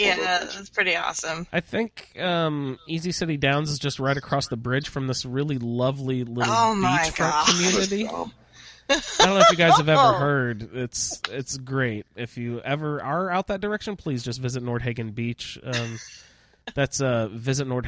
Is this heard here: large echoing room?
no